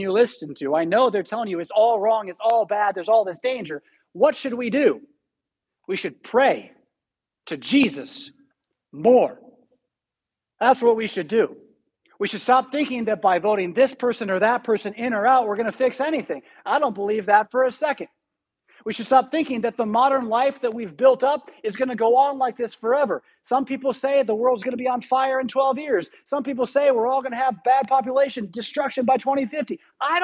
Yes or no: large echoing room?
yes